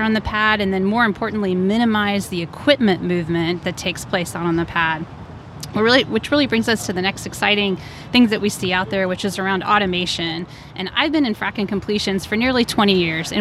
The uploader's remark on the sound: from the TechnipFMC booth set up at the 2023 SPE Hydraulic Fracturing Conference